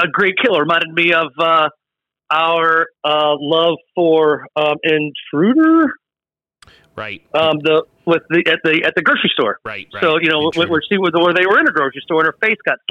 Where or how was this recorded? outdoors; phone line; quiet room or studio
phone line